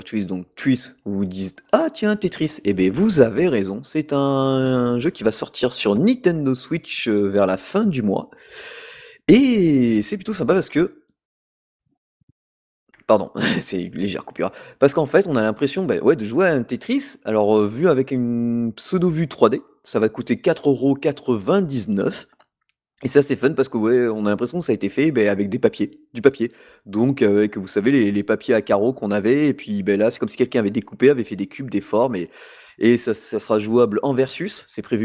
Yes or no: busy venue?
no